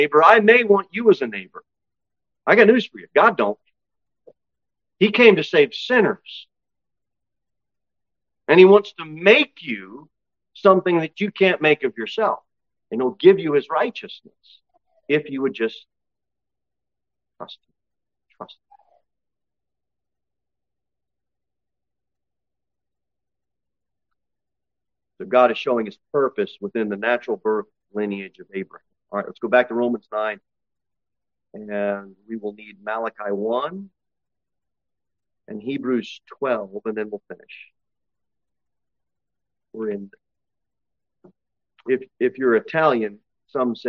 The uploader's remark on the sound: Sermon delivered at Pilgrim Baptist Church on Sunday, August 6, 2023, at 11-15 am. Jere Whitson Rd. Cookeville, TN 38501.